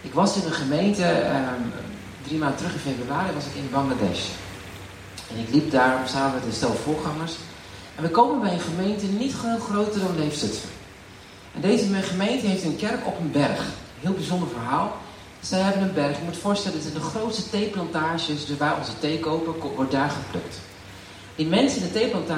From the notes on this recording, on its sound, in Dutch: Wegens omstandigheden met een telefoon opgenomen.